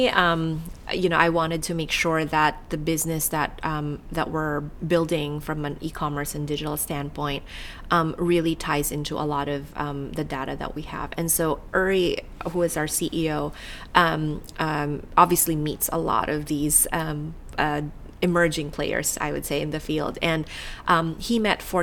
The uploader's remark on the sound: Recorded at Online Retailer 2017 in Sydney